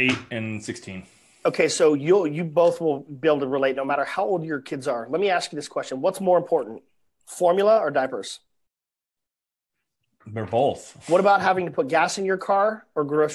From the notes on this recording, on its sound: The founders and I did a Facebook Live interview